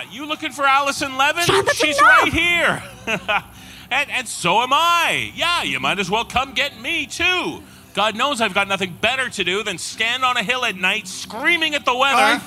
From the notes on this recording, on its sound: This special hiatus episode features the performance from our Halloween Live Tour at The El Rey Theatre in Los Angeles, California on October 31, 2019. Halloween Live at The El Rey Theatre. This special hiatus episode features the performance from our Halloween Live Tour at The El Rey Theatre in Los Angeles, California on October 31, 2019.